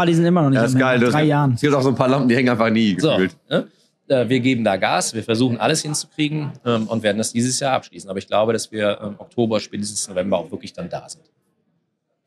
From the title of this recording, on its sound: IEM Cologne Live